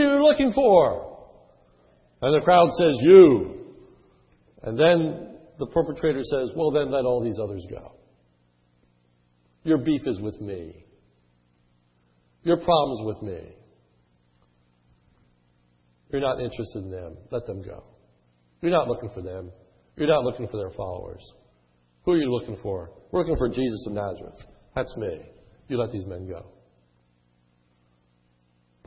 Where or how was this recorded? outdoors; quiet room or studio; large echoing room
large echoing room